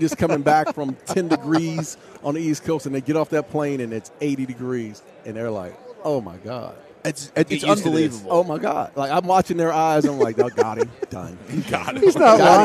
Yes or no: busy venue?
yes